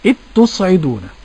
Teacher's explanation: مش بتاءين كما يقول الآخرون، لا، بتاء واحدة مشددة. إذ تصعدون.